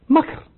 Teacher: المازني اسمه بكر، هو سيقول مكر لأنه يبدل الباء ميما